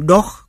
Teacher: O phát âm như a nhưng tròn môi